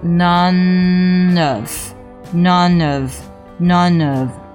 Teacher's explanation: none 和 of 之间是要连读的